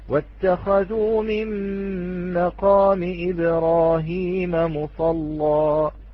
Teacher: عندما نقرأ بالفتح غلظنا اللام · Term: التغليظ